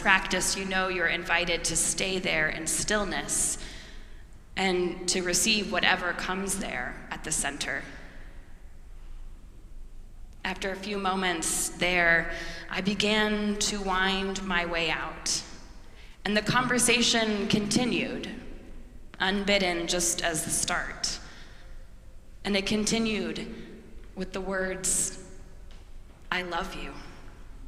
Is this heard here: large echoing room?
yes